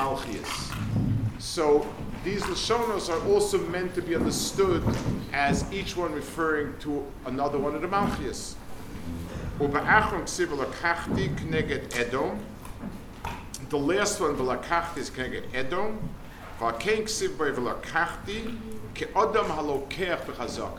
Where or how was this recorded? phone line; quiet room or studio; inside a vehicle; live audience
live audience